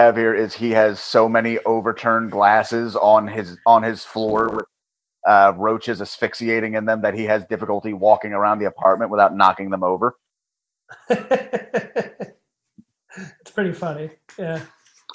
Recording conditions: poor sound quality